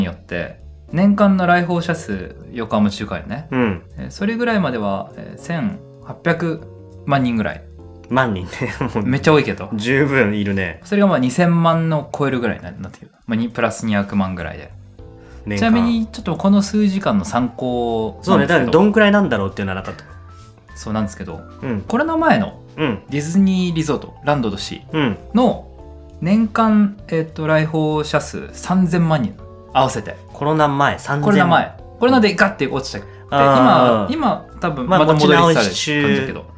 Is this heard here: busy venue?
no